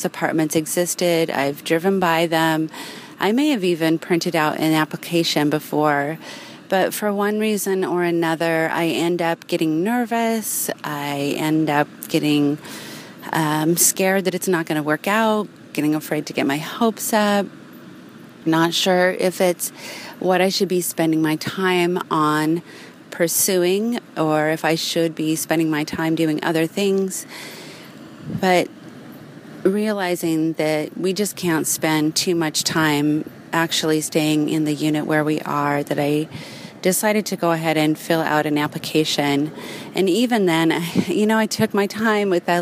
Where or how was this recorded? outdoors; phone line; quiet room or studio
outdoors